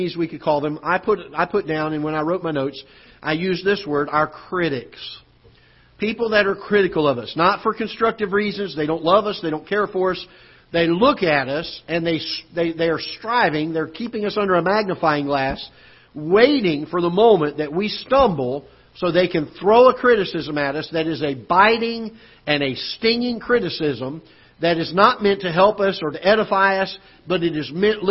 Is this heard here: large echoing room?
yes